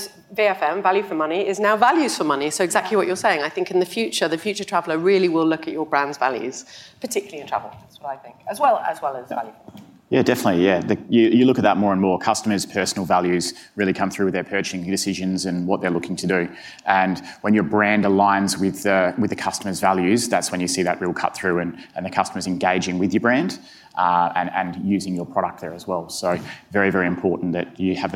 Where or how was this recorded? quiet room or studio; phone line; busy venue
busy venue